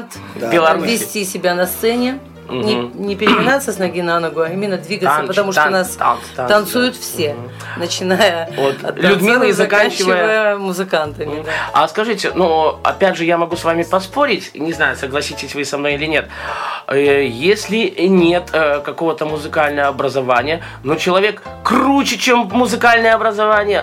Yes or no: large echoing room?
no